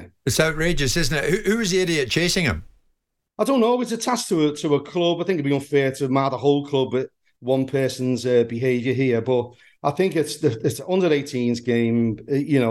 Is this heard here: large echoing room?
no